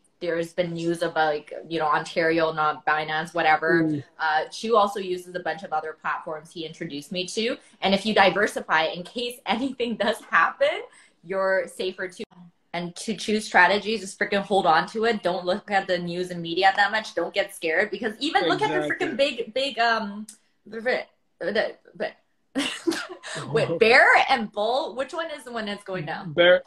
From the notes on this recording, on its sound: This video is the highlights from the Instagram Live